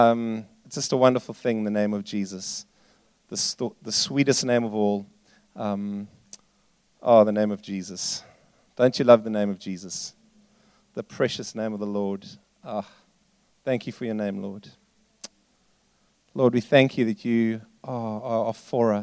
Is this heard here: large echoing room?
yes